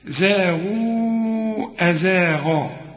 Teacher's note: هتمد أربع حركات عند الوصل علشان بعد المد ده الهمزة